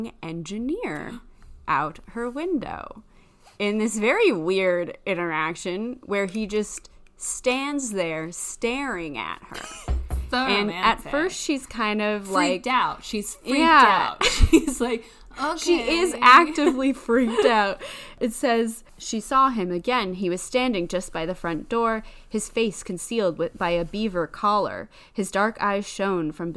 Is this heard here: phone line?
no